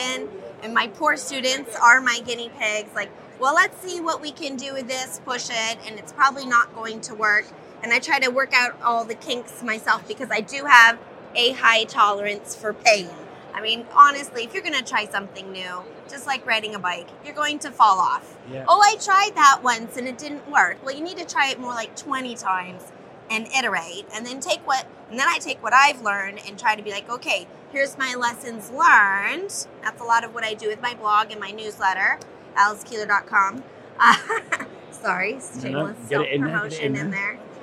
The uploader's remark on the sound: Live from the Bett show floor.